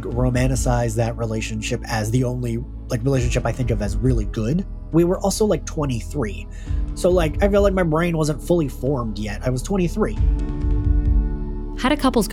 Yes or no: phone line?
no